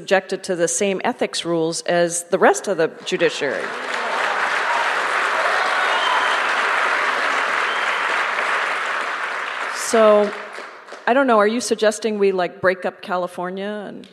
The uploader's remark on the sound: Presented by Town Hall Seattle . Recorded live in The Great Hall.